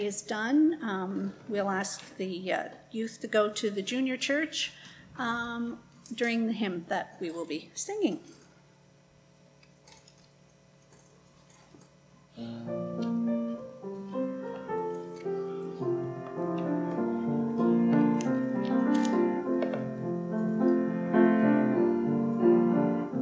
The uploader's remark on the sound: Live Worship Service